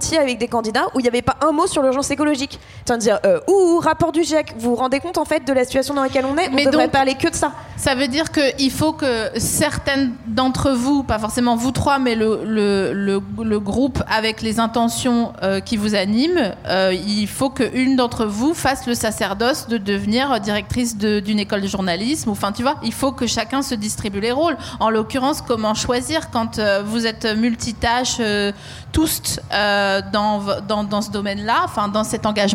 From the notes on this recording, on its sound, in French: Devant un public de pantins énergiques. Au festival We Love Green (Bois de Vincennes).